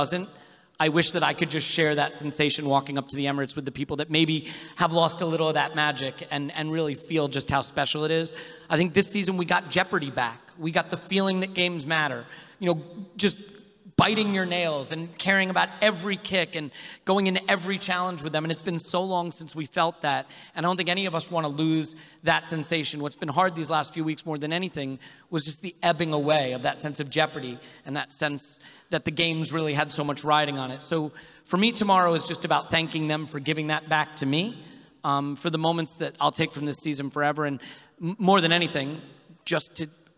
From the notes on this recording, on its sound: Here's the audio recording of the joint Arsecast and Arsenalvision Podcast live at Union Chapel.